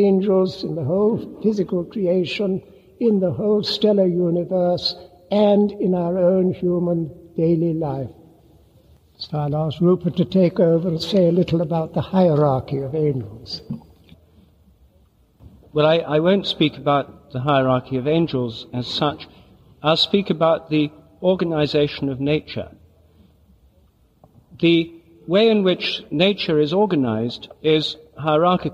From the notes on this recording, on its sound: Recorded in Munich in 1992 at the Benedictine Abbey of St Boniface on September 29, the feast of St Michael and All Angels. Recorded in Munich at the Benedictine Abbey of St Boniface, on September 29th, 1992.